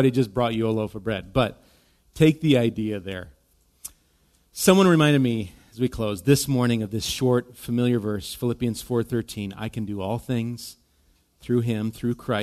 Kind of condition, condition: setting, large echoing room